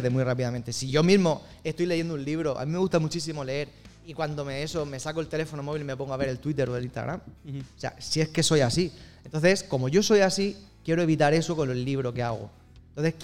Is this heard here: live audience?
yes